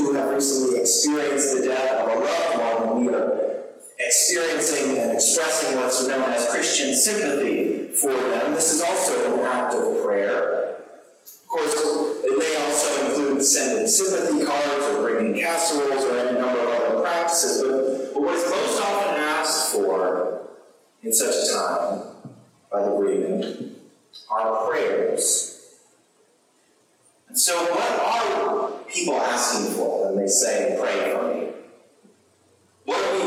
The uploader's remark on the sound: Sermon recorded on Sunday, January 22, 2023. We had technical difficulty with our livestream, and so the sound quality is not as good as usual this week, unfortunately!